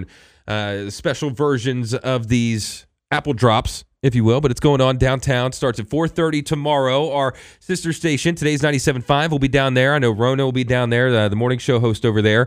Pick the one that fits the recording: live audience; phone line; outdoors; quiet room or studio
phone line